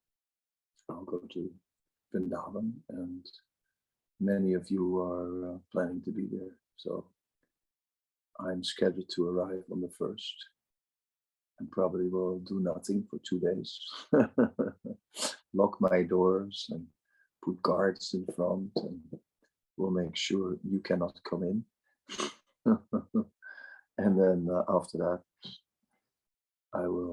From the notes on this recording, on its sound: Zoom Meeting